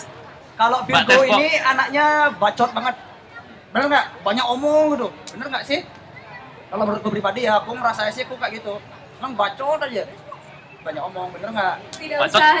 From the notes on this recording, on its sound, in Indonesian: untuk pertama kalinya kita live podcast di Denpasar Festival